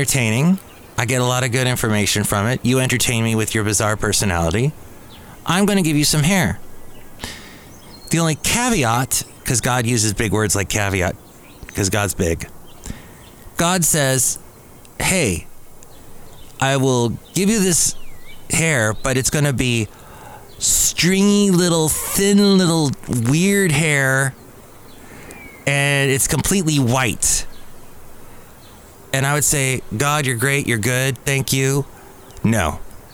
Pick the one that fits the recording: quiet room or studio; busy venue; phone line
busy venue